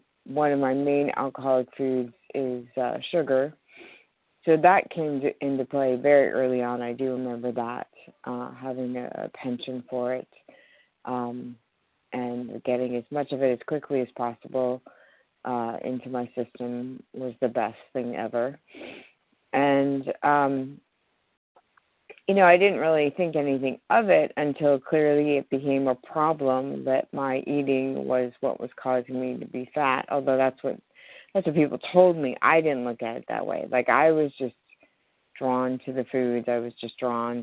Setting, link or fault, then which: link, phone line